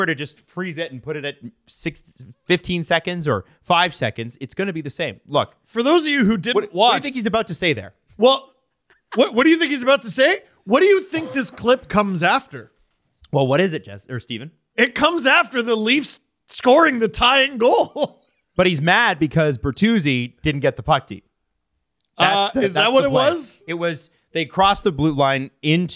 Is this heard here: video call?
no